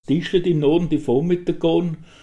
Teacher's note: Dies ist ein Beispiel für die monophthonge Realisierung der mittelhochdeutschen Lautkombination A plus R